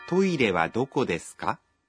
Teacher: Para hacer preguntas en japonés, normalmente se agrega ka al final de la oración y se la pronuncia en tono ascendente